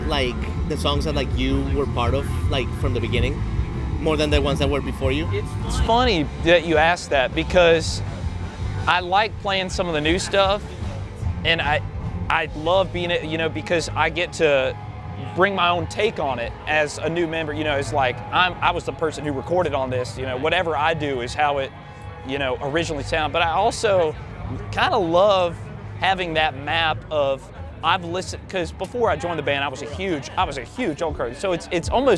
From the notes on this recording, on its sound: We are back from Eau Claire Wisconsin, home of the Blue Ox Music Festival for the 2022 edition. Joining us from the beautiful festival grounds.